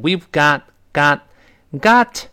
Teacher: 最后那个 t 失去爆破了，因为后面有别的辅音 s 嘛